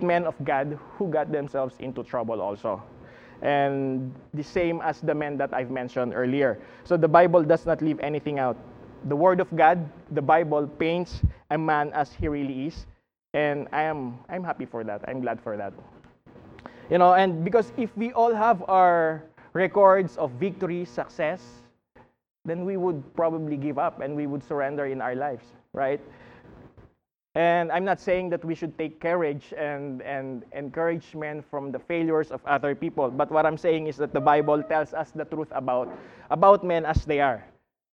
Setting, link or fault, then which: setting, large echoing room